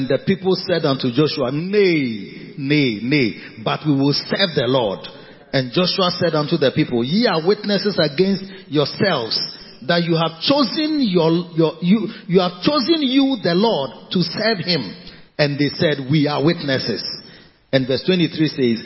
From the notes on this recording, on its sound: Preached at the Victory Secrets Service - Makarios Cathedral, HQ. Preached at the Victory Secrets Service - Makarios Cathedral, HQ.